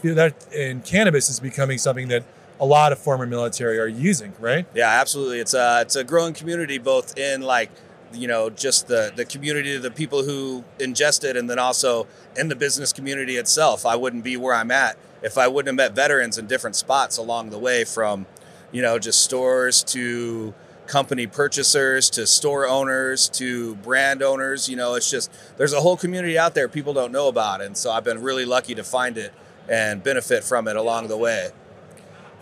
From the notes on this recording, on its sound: In this MJBizCon on-site interview